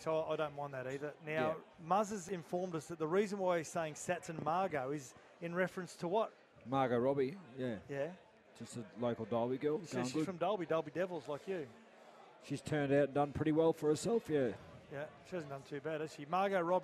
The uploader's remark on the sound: live from the Brisbane Greyhound Club